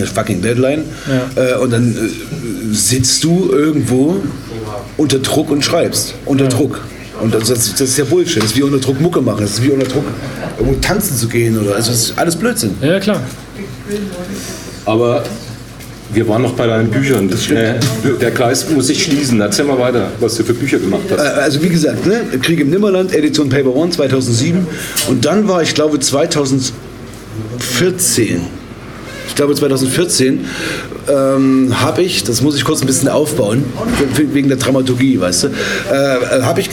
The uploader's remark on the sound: Live at Hemingway Hof. Live und ungeschönt geben wir uns der desolaten Sonntagabendverachtung beim Lesefest DIE DUNKLE SEITE 2023 in Hof hin.